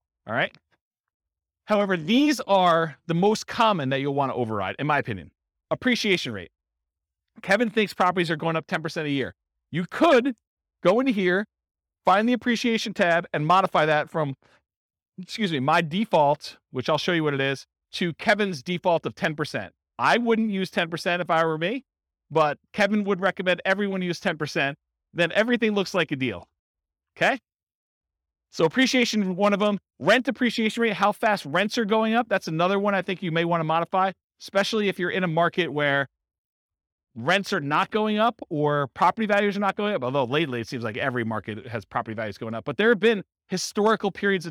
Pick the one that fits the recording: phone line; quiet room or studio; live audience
live audience